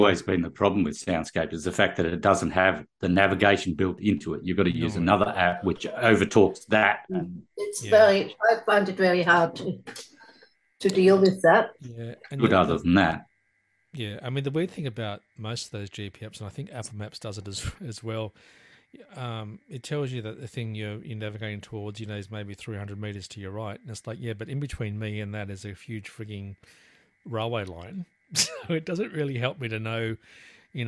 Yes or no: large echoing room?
no